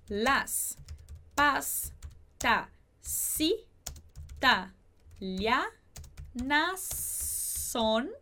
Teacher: a gente vai conectar também, você vai ver, esse S de italianas com o S de son, justamente por ser o mesmo som. Então, a gente vai prolongar e fazer como se fosse somente um.